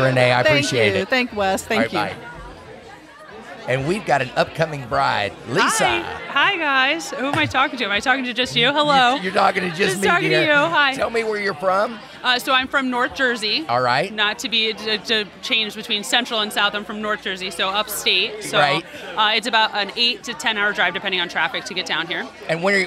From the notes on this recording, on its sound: recorded live at the Outer Banks Wedding Expo!